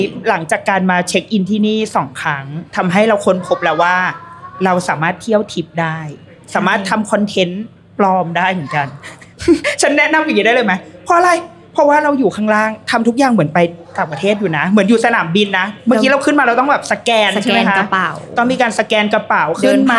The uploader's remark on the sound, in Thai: Live Podcast ถึงตึกคิงเพาเวอร์ มหานคร เลยนะตัวเธอบนจุดชมวิวที่สูงที่สุด